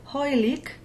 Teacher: As we had here in the word hojlik, H-A-J-L-I-K, if the J comes before the L, then we pronounce the J as the diphthong, and we do actually say an L